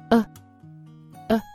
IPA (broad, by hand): u